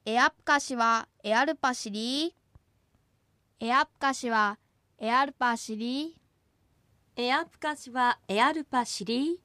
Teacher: アプカシの最後のシは子音だけで母音はありません。